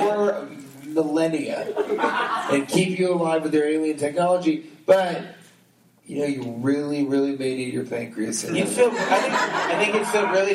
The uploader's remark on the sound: Live from the Sheraton!?